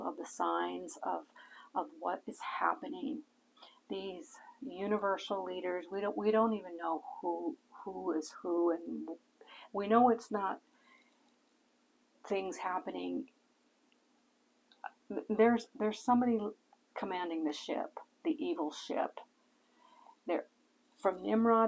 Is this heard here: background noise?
yes